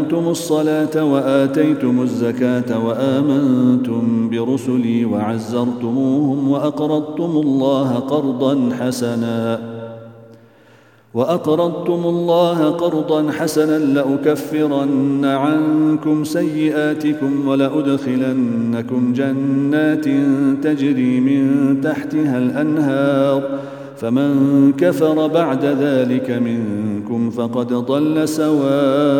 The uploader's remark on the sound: at the Houghton Masjid (West Street)